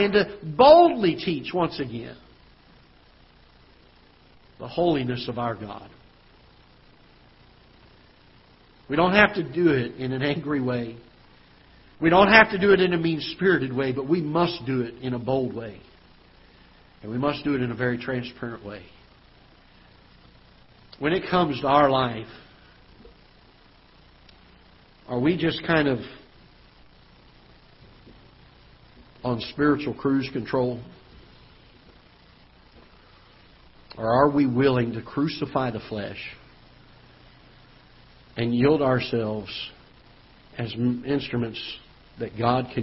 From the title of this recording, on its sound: Ketha Heights Baptist Church ~ Live Broadcast